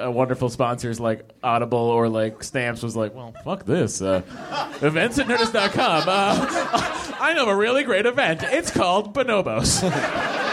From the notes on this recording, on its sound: Do a live podcast at NerdMelt Showroom to celebrate.